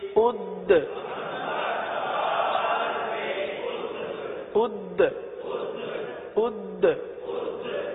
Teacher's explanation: اد اب دیکھیں دال ہے، دال حروف قلقلہ میں سے ہے، دال کو جماؤں کے ساتھ ادا کرتے ہوئے یہاں پر قلقلہ بھی ادا کرنا ہے.